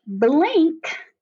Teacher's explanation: But then in a word like blink, which really jacks everything up, the N is a sound and the K is a sound because technically that N is making the ng sound and then the K is its own sound